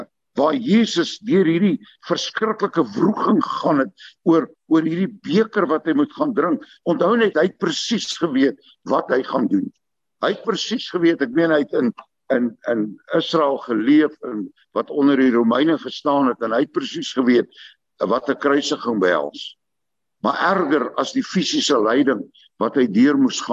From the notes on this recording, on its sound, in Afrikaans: Manne van die Woord se Zoom Byeenkoms 31 Maar 2022.